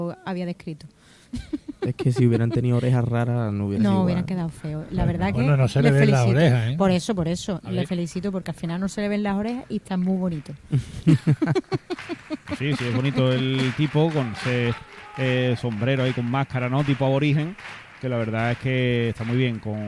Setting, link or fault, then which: setting, live audience